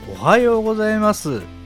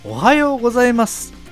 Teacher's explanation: めやすいという特徴があります。例えばですね、おはようございますと、すの音に母音のうをつけると、ちょっと間の抜けた印象を与えやすくなりますよね。はっきりと元気に伝える時は子音を立てて「おはようございます」と S の音を子音だけで発音します · Shown in: second take